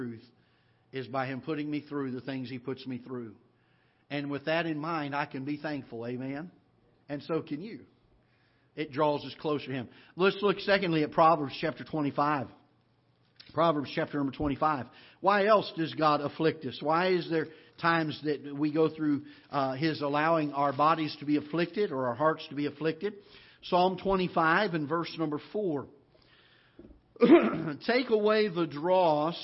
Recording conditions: large echoing room